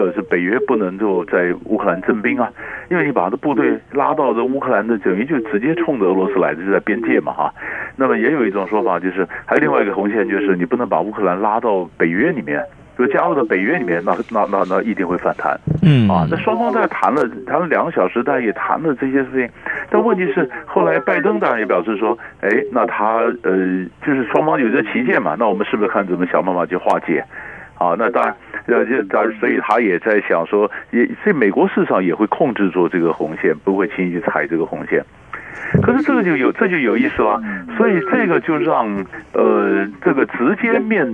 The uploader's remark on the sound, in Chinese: 連線訪問